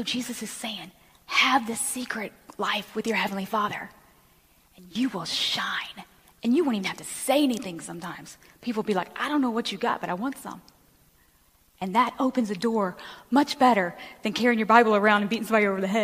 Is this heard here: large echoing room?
yes